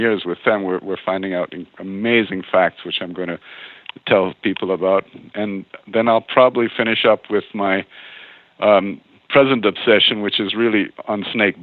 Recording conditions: phone line